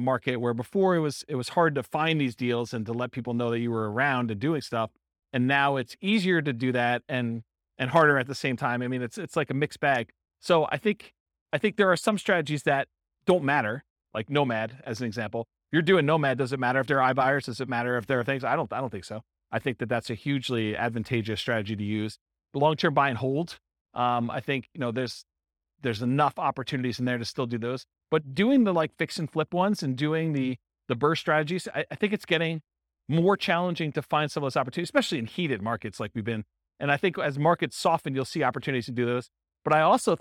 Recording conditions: live audience